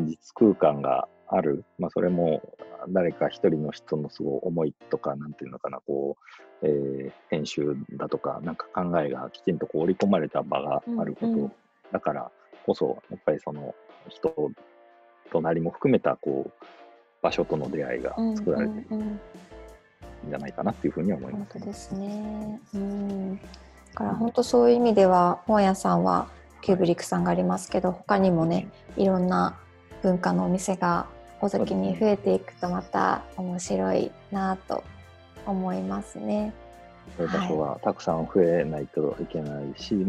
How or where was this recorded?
video call